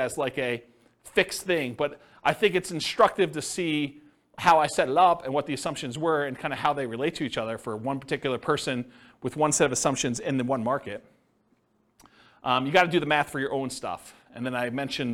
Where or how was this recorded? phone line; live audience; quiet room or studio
live audience